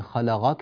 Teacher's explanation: في كلمة الذي خلقك القاف لا تجعلها تلتبس بالغين